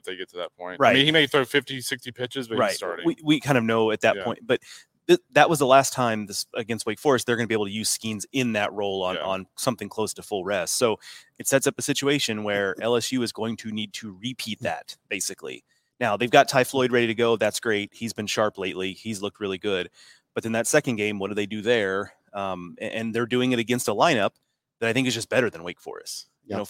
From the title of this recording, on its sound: LIVE FROM OMAHA